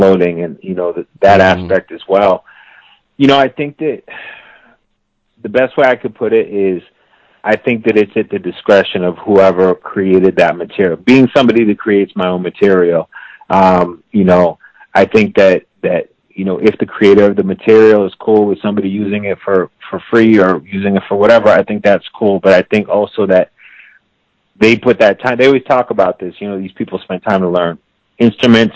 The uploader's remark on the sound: He called in to BYNK Radio